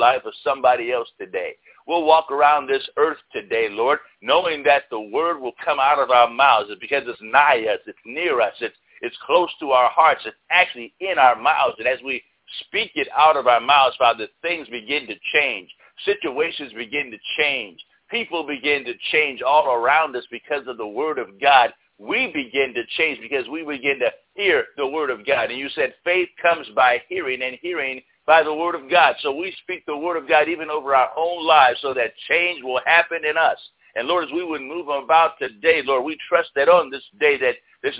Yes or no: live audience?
no